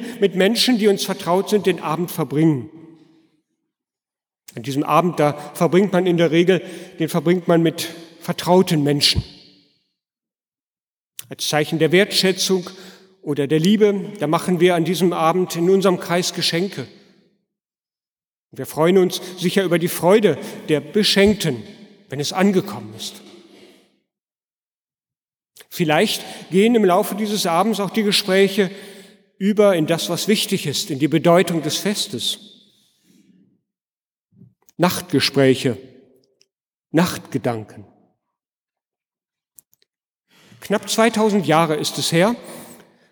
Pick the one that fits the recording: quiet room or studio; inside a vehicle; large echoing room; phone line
large echoing room